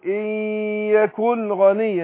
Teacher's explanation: هنا نون ساكنة وبعدها الغين إظهار